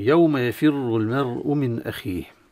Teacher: تفخيم الراء المضمومة في كلمة يفر، هي مضمومة فحكمها التفخيم. وللعلم أن كل القراء يفخمون هذه الراء ما عدا الإمام ورش، فهو يرققها لأنه يبني على حركة ما قبلها، ما قبلها كسرة فهو يرققها، وأما باقي القراء فهم يبنون على حركاتها هي دون النظر لما قبلها مع مراعاة الشد بالطبع. · إظهار النون الساكنة من غير غنة إظهارها من مخرجها الأصلي وهو طرف اللسان، إذا اتصل بالثنايا العليا طرف اللسان.